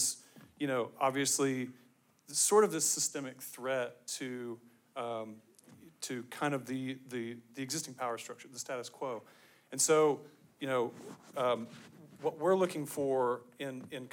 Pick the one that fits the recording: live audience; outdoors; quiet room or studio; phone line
live audience